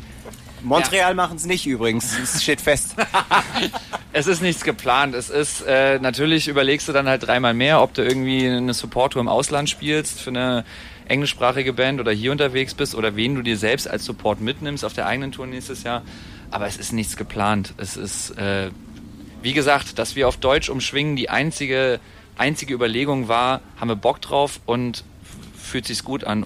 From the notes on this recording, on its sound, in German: Auf dem Green Juice-Festival 2019. Backstage beim Green Juice, aufgezeichnet auf einem merkwürdigen Stein-Sofa-Kunstwerk.